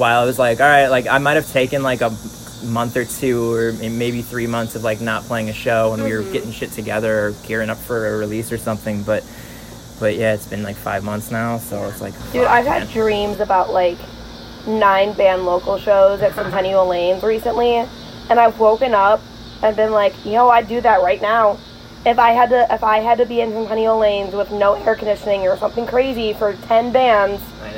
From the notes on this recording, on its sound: The cicadas were wild outside while recording which made editing a bitch.